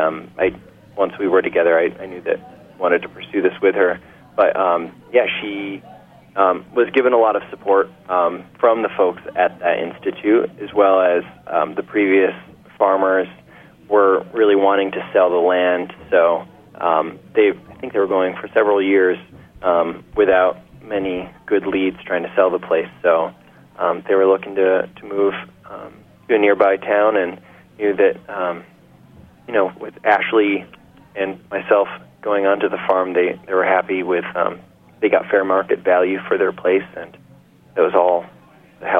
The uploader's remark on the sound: joins the show via phone